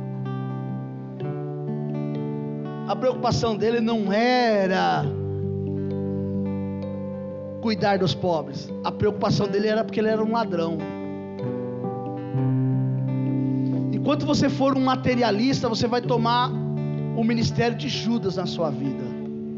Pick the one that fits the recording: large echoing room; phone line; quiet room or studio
large echoing room